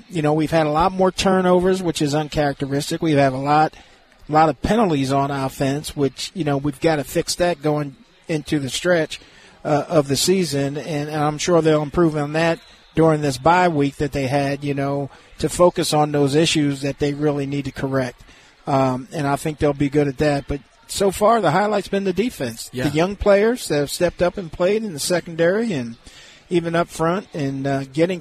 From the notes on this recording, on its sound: LIVE from Hollywood Casino!